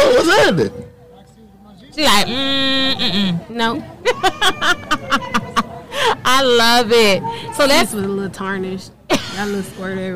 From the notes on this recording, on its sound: All interviews was LIVE broadcasted at " Making Stride Walk ". All interviews was LIVE broadcasted at " Making Stride Walk ".